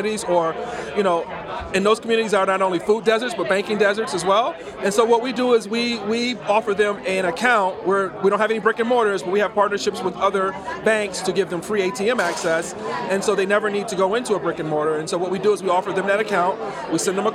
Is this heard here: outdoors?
yes